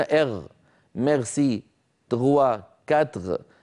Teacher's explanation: عادة نطقية، عادة يعني اعتاد الإنسان، كما مثلا عند الشعب الفرنسي اعتادوا أن يجعلوا الحرف الإر اللي هو الراء يعني إر، يجعلونه غينا · Term: قلب الراء غينا